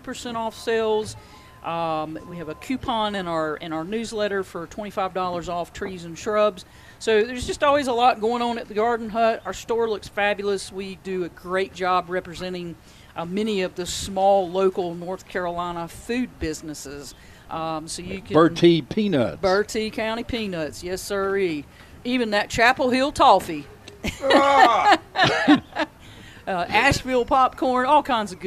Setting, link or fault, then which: setting, busy venue